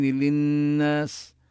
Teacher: بكلمة للناس نبين غنة النون المشددة